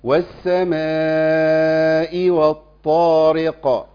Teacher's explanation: عندنا الطاء مفخمه وبعديها الف مفخم تابع للطاء وبعديها راء مرققه لانها مكسوره وبعديها قاف موقوف عليها مفخمه، فيعمل ايه؟